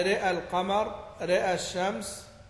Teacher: أمال راء كلمة رأى فقط حيث وقع قبل ساكن، يعني رأى القمر، رأى الشمس، أمال الراء فقط في هذه الكلمات.